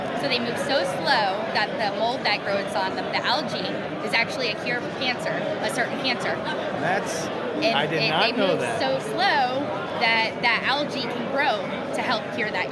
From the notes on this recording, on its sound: Sounds of the Rally. Live reactions from the Rally! Short interview clips of Dominoids from around the world!